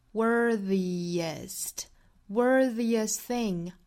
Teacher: 后面这个 T 的音我们省略掉了，因为后面遇到辅音了